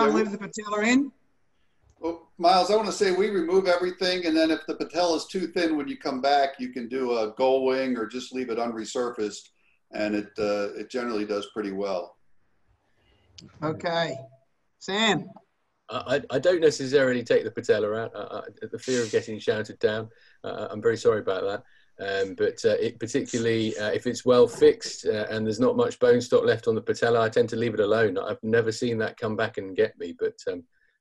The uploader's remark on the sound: This replay from our 2020 ISAKOS Webinars features case based discussions with an expert panel.